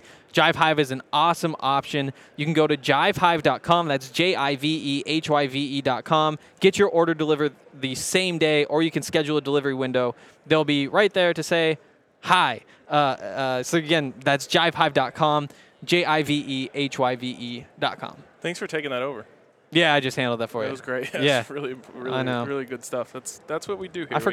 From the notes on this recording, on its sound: live from Radio Row in Phoenix, the site of Super Bowl LLVII